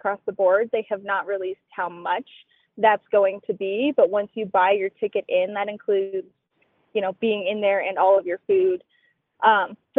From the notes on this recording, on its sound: Got a sneak preview of the new Casa Bonita this morning, and she’s calling in from that strip mall parking lot in Lakewood.